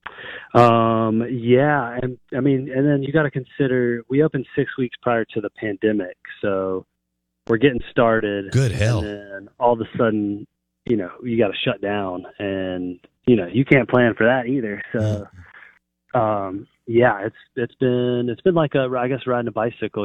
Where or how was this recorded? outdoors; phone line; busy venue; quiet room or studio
phone line